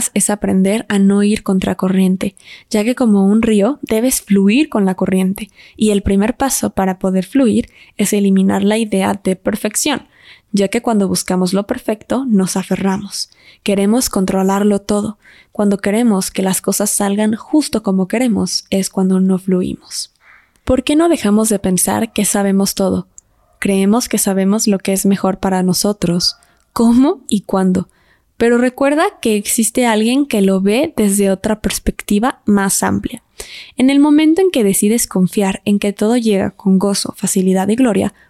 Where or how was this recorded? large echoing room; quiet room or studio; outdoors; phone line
quiet room or studio